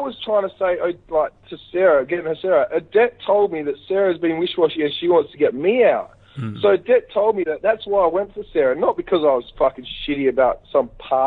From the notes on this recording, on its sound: Over an hour on the phone.